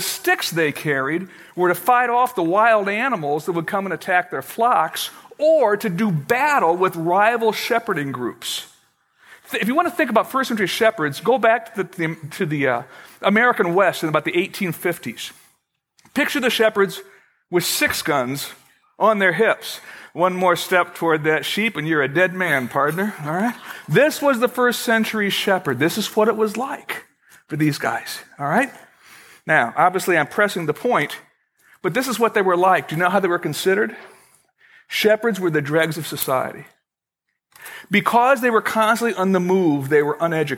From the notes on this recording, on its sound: Originally recorded on December 18, 2011, at Fellowship Missionary Church, Fort Wayne, IN.